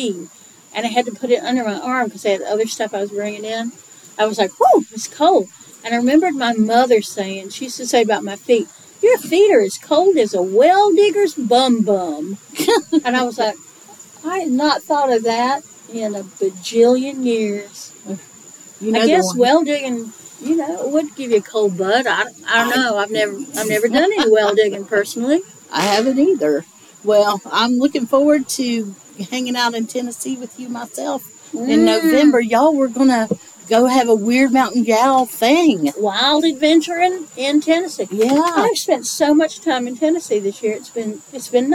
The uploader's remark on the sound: Recorded this episode on the porch on the day of the fall equinox, & you can hear the satisfaction in their voices now that the summer heat is mostly gone.